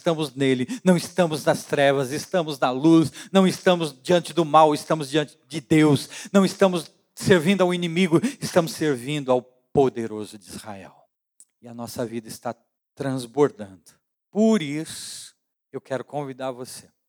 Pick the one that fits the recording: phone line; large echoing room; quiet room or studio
large echoing room